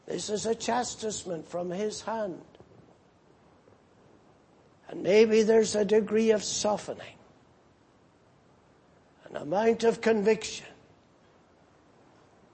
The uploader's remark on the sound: Preached in Grafton. At the Lord's Day Morning service on 17th March, 2019.